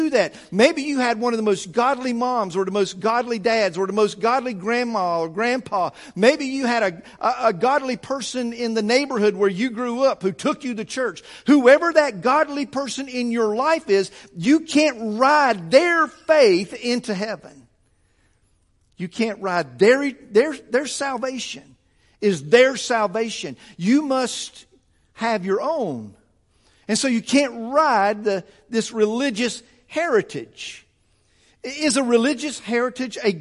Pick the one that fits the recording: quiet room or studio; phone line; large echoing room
large echoing room